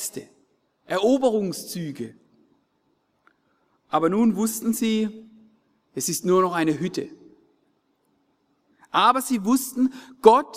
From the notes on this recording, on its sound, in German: aus dem Schwarzbrot-Gottesdienst der Missionsberg-Gemeinde (Liebenzeller Mission)